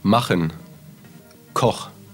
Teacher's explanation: они читаются как твердый Х.